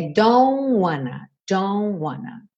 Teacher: Então aqui o don't, o T não soa nada. É don't wanna.